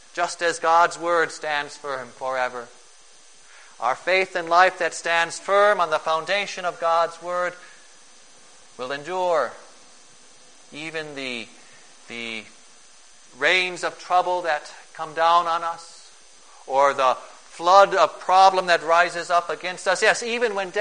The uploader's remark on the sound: Preached on June 26, 2011, for the Second Sunday after Pentecost, at St.